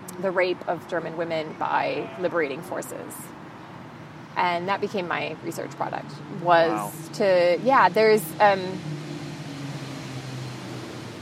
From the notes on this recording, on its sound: We met up a few weeks ago in park outside of the K21 art museum in Düsseldorf